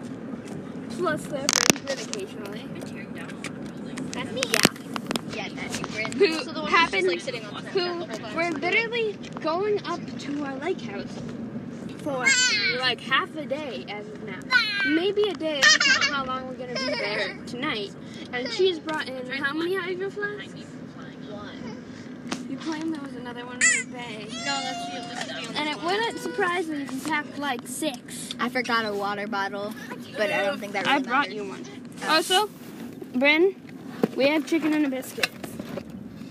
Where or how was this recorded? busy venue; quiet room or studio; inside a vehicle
inside a vehicle